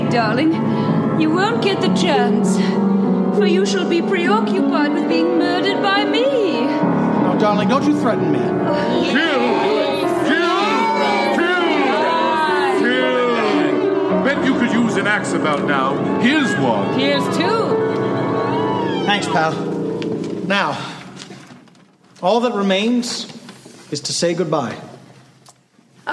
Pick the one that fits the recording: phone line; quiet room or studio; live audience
live audience